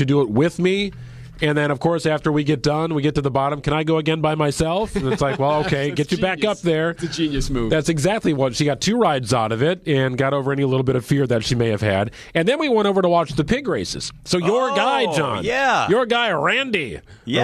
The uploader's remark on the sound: bring you coverage live at the fair.